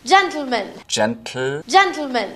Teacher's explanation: That's exploding the T sound straight into the L sound and is difficult for a lot of people. · Term: lateral plosion